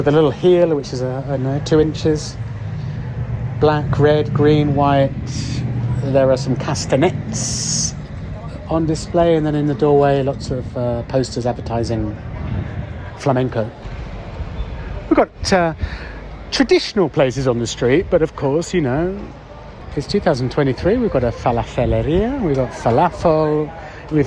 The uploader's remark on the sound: A beautiful spring evening wander down one of my favourite Madrid streets — Calle de Santa Isabel. We’ll be taking in the sights and sounds with stop-offs in El Cine Doré (Cinema and home to Spain’s national film archive), San Antón municipal market, El Amor de Díos Flamenco school, Bar Benteveo.